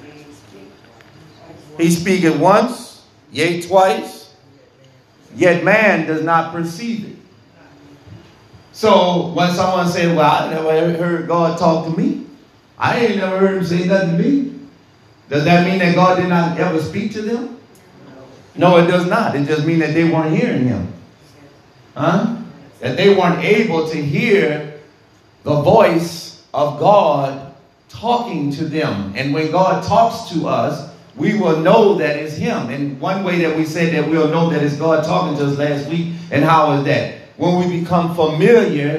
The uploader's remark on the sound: This sermon was recorded in the sanctuary of True Vine Missionary Baptist Church